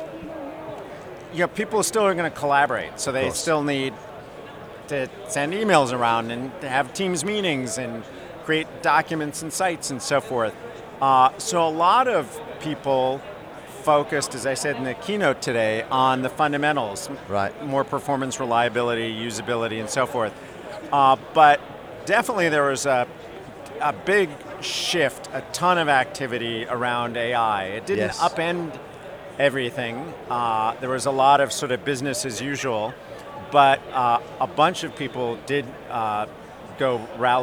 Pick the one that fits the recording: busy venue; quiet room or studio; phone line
busy venue